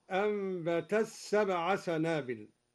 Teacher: أدغم الدوري التاء في السين